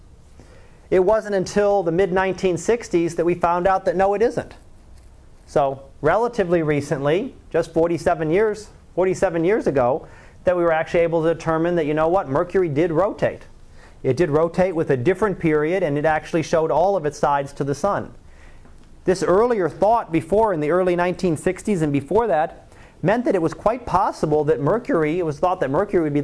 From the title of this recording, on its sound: Live Class Lecture